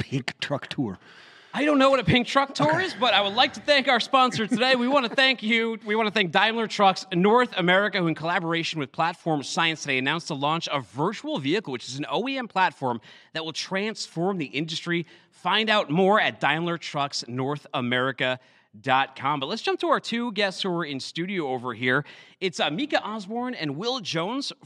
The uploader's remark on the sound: live from day one of F3: the Future of Freight